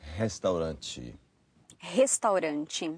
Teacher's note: The double R, or at the beginning of a word, it sounds more like a huh, huh.